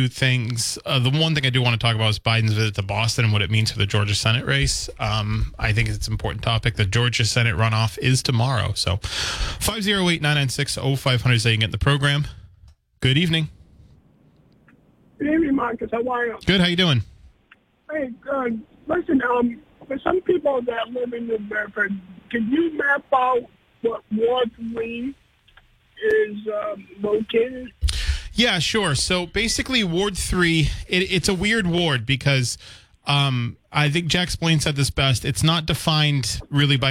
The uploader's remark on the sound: takes calls from the audience